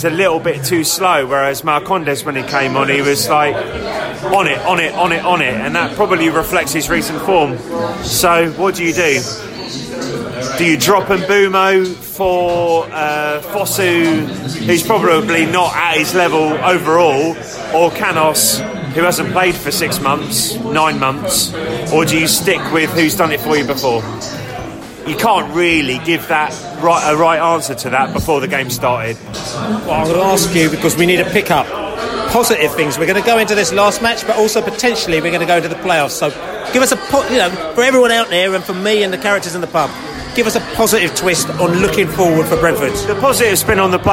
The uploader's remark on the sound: post-match podcast from the pub